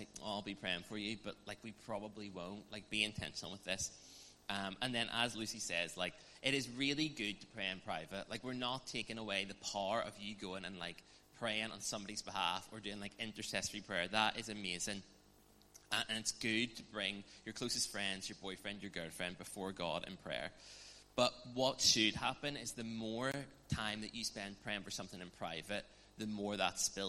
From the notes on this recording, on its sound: On this special live recording, from our Fourtwelve teaching series 'Deepend Disciples'.